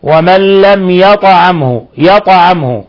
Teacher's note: ومن لم، ومن لم، ومن لم يطعمه، ميم ساكنة جاء بعد حرف الياء، الحكم التجويد إظهار شفوي. ولما سكنت الطاء، والطاء من حروف قطب جد، كان لابد من قلقلتها